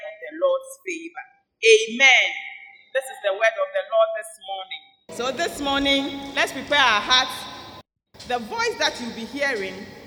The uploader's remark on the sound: Sermon preached at CBC Shiashie Campus on August 15, 2021